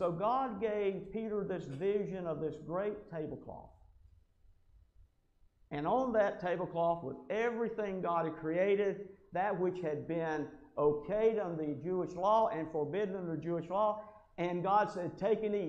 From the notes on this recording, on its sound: Podcast Recorded Live From The Worship Services Of The Stanton First Church of God in Stanton, Kentucky.